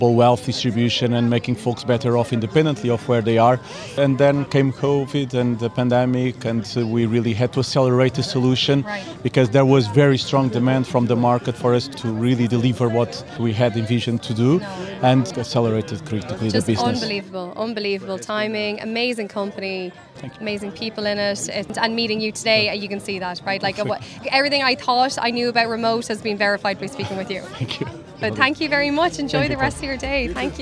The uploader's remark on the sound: At the recent SAP Sapphire event in Barcelona, a select number of SAP customers were invited to an exclusive event on the rooftop of the Edition Hotel. In between drinks and nibbles.